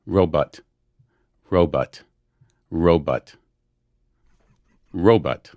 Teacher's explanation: There's almost a hruh on the row, even.